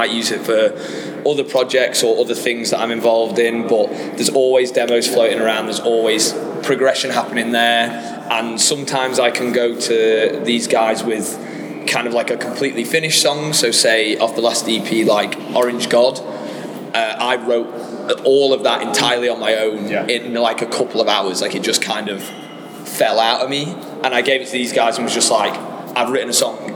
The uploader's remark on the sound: backstage at RADAR 2023 in Manchester